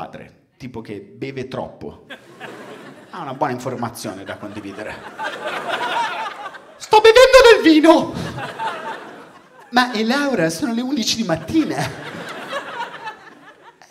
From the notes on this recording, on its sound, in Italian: Registrato a Firenze al Teatro Puccini.